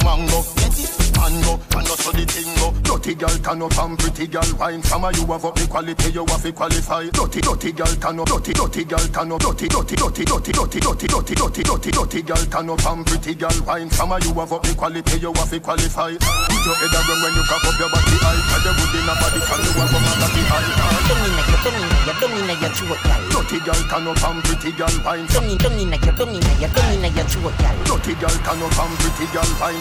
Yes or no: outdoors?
yes